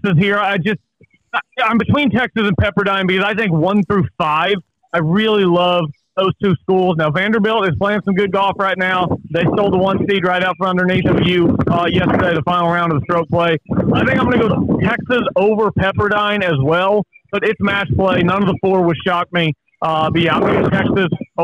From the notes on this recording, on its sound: Live From Grayhawk! Live reaction following the match play!